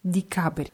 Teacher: Wird mit je geschrieben, aber das je wird eher wie i ausgesprochen, weil es unbetont ist.